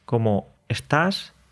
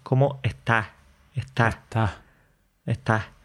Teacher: La principal diferencia diría que es eh, que no pronunciamos la S al final, como que la aspiramos un poco y además de eso abrimos la última vocal · Shown in: second take · En lugar de decir como estás, decimos como está. · Term: aspiramos la S